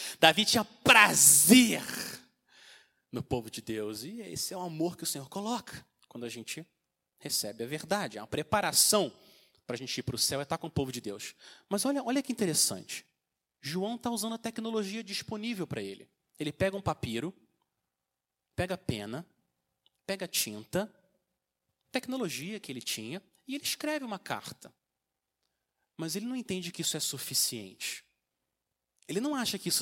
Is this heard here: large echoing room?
yes